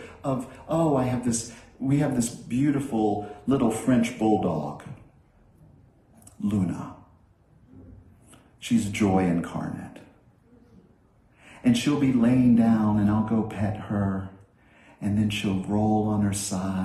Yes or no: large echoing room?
yes